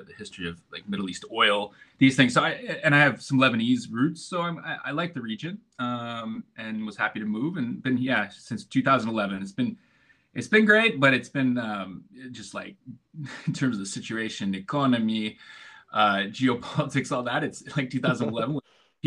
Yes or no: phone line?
no